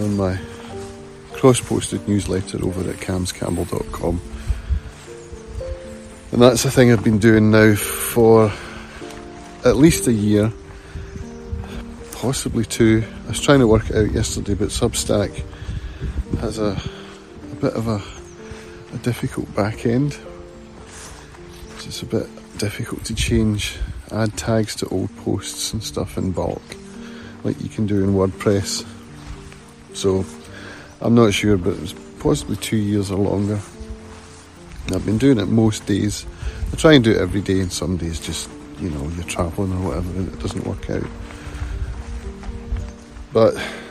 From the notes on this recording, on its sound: I recorded this in the field of gold when I was out walking Clover this morning.